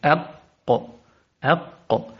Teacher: القاف أولا من أقصى اللسان مع ما يحاذيه من الحنك الأعلى بانغلاق، أقصى اللسان فوق معناها فوق الكاف، فوق الكاف على جهة الحلق مع ما يحاذيه من الحنك الأعلى بانغلاق المخرج، لأن الحرف شديد أق أق.